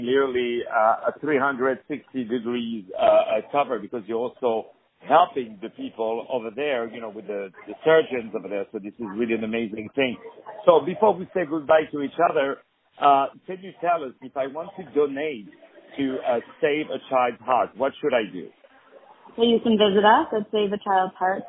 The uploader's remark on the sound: On the phone